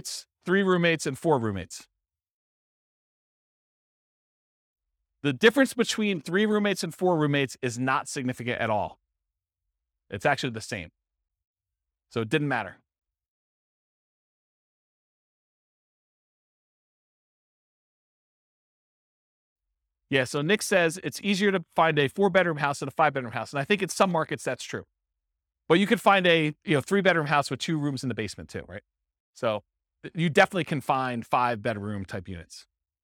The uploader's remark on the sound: This was a live class recorded.